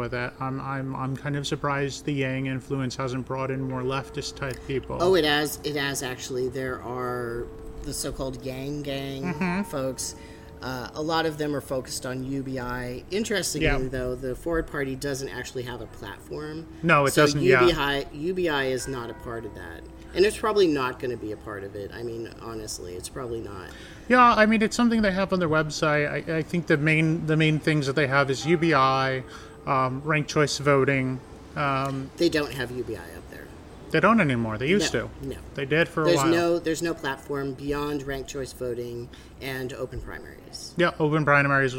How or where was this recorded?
outdoors